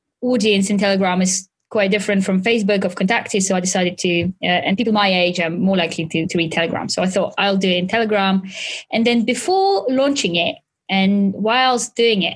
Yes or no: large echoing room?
no